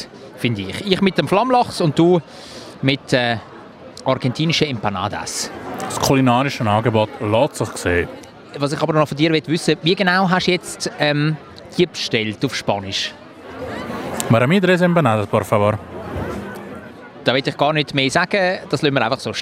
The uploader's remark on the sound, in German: LIVE vom Wienachtsmärt. Es riecht nach geschmolzenem Käse und Glühwein, überall blinkt und glitzert es und in der Luft ist das Summen unzähliger Stimmen zu hören. Besuchen den Weihnachtsmarkt auf dem Zürcher Sechseläutenplatz. LIVE vom Weihnachtsmarkt im Herzen Zürichs.